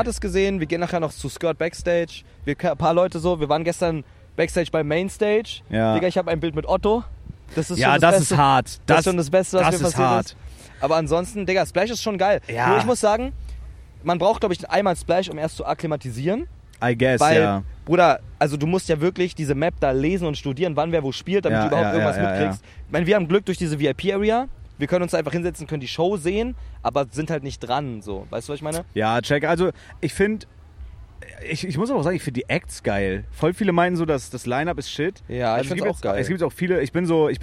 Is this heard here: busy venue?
yes